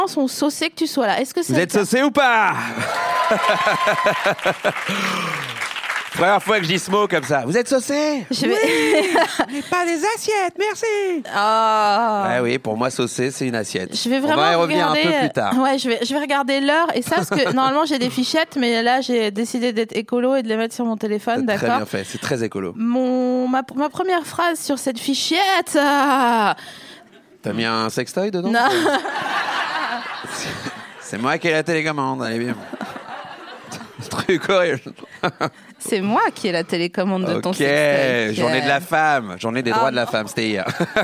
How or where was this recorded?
busy venue